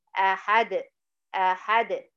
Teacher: أحد، سكنت الحرف الأخير اللي هو الدال، وإحنا اتفقنا إن شاء الله هناخد القلقلة، الدال من حروف المقلقلة، لما نقف عليها بالسكون يبقى هو حرف مقلقل